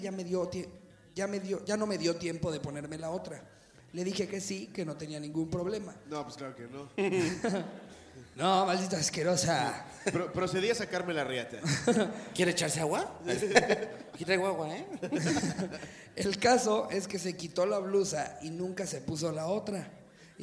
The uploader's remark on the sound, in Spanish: Anecdotario directamente en vivo desde Culiacán.